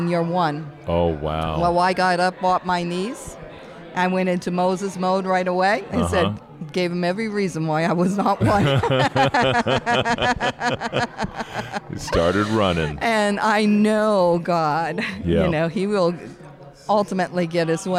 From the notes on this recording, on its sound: Incredible Christian Book Fair Author Interviews. Blessed some amazing Authors with the opportunity to set up tables and sell their books. I decided to bring some recording gear and interview all of the Authors.